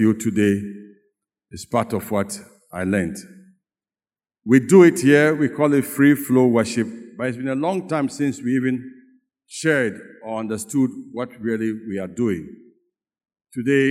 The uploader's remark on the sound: Sermon preached at CBC Shiashie Campus